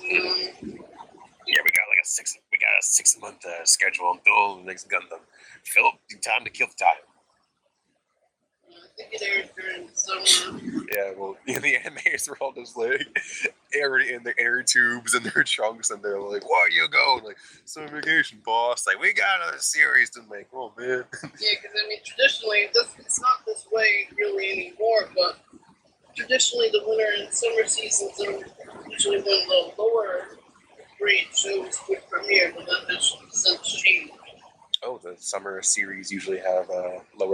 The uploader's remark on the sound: Mind the audio on this one. It's usable, but before we had anything like a sharable microphone.